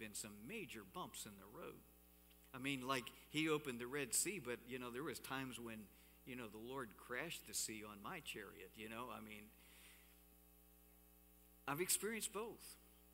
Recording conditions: large echoing room